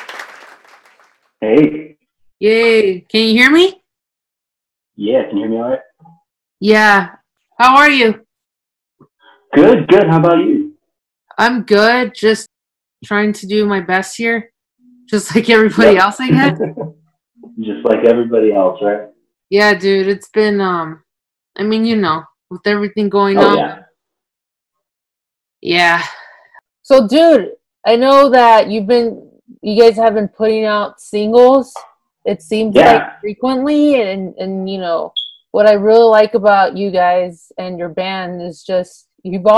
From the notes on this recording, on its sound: I do apologize for the sound quality of this conversation. It’s not the best, but still works.